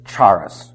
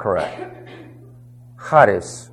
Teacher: The H has a slight guttural sound to it. · Shown in: second take